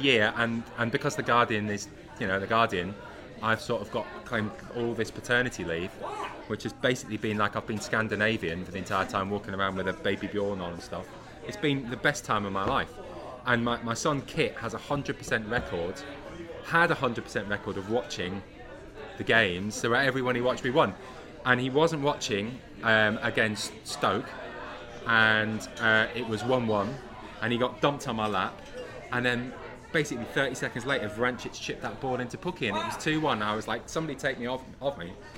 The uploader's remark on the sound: The PinkUn Show 176 is LIVE from London - the Old Red Lion in Islington to be precise. All Canaries supporters are welcome every week to pop along to the pub and have their say live on the show.